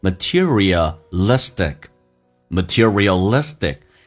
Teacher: 记住最后一个 T 在美式发音发作 D 这个发音